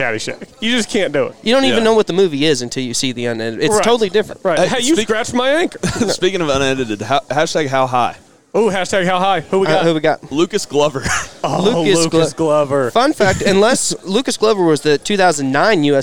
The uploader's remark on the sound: Live From Kickingbird for OGA State Junior!!